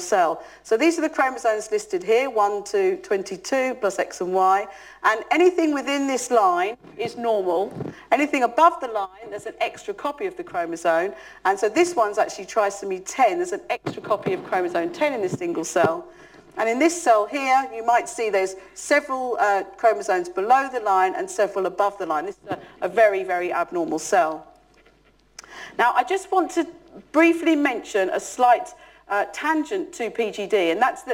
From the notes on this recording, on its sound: UCL Lunch Hour Lecture